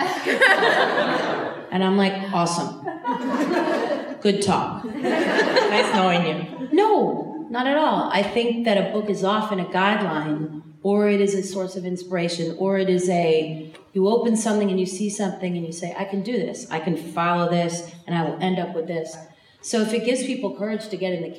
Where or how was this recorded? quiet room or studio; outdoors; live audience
live audience